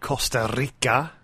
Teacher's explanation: committing to that rolled R on Costa Rica there